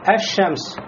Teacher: А когда говорим «Аш-Шамс», «лям» входит в «шин», и «шин» удваивается. Значит, «лям» здесь не произносится. · Term: Алляму Шамсия